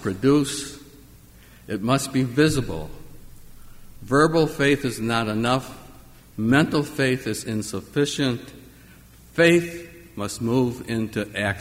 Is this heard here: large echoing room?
yes